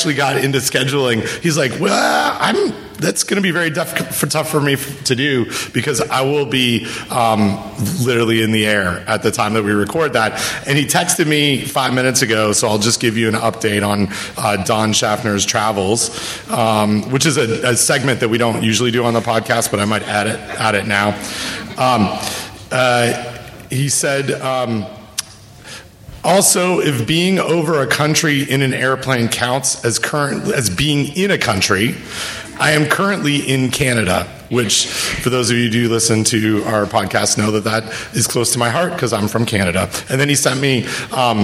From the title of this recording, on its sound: Live from AFDO